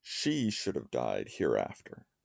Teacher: kicked off not by an iamb or a spondee, either of which puts the stress on that should, but rather a trochee